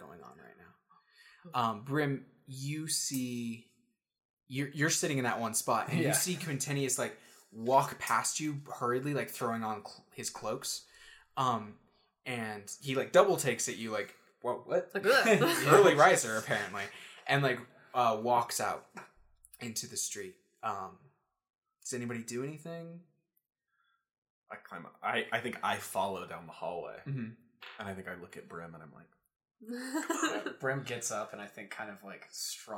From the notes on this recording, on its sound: Please note that the audio quality is a little lower.